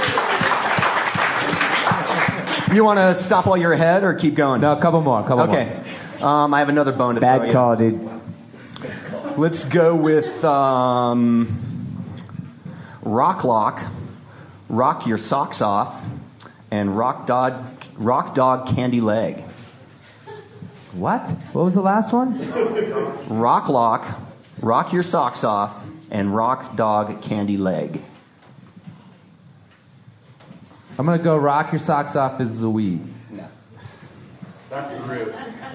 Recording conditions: busy venue